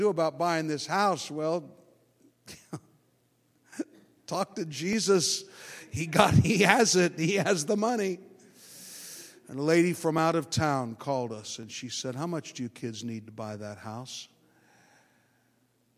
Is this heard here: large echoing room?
yes